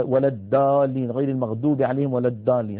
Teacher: بعض العاميات المعاصرة تجعل الضاد دالا أو قريبة من الدال، تقول ولا الدالين غير المغضوب عليهم ولا الدالين، هذا لا يصح.